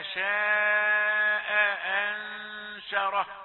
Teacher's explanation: همزتان مفتوحتان، البعض من السرعة يختصرهما لهمزة واحدة